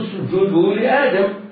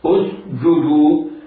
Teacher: يبدأ بهمزة وصل مضمومة بعدها سين ساكنة غير مقلقلة بعدها جيم مضمومة شديدة · Shown in: second take · : اسجدوا، بعدها الدال.